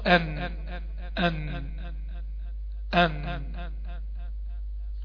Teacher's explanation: أو اللي يقول مثل ما ذكر الشيخ هنا طرف اللسان مع ما يحاذيه من لثة الأسنان العليا تحت مخرج اللام تمام. طرف اللسان مع ما يحاذيه من اللثة العليا للأسنان · Term: النون المظهرة، مخرج النون المظهرة